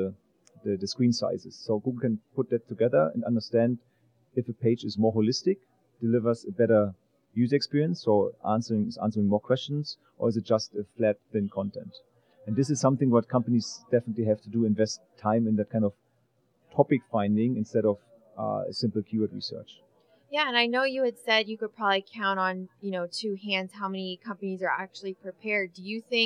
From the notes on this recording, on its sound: In this podcast recorded at Pubcon Las Vegas 2014.